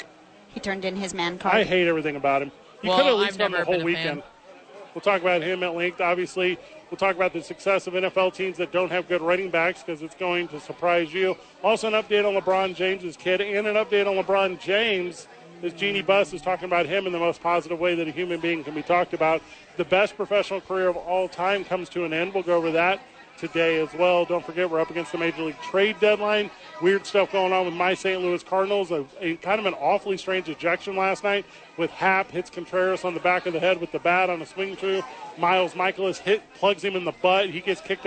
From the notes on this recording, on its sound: Live from Hooters to help celebrate the 15 year anniversary of The Opening Drive.